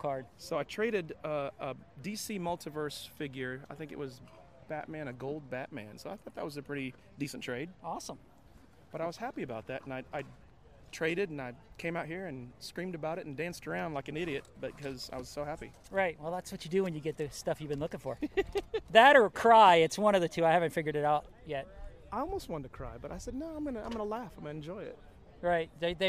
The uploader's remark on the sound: Live from the Toy swap. Goes live from the local toy swap this week.